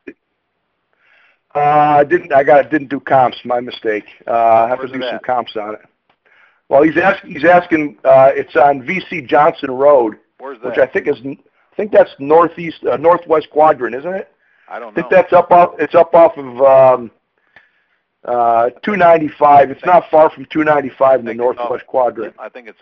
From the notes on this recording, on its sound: 2014-01-13 Q&A Call